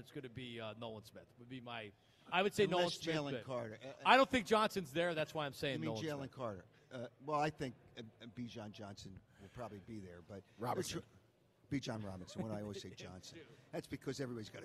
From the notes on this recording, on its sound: broadcast live from the Linc.